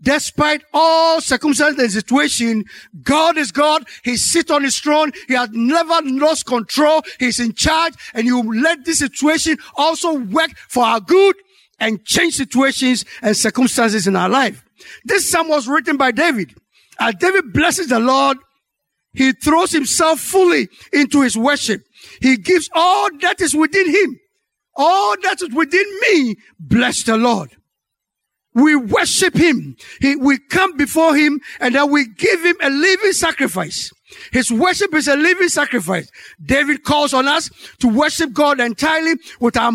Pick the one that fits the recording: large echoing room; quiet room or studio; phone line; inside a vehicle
large echoing room